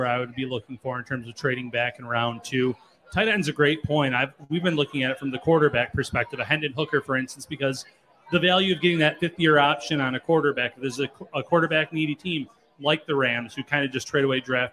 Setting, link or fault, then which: setting, busy venue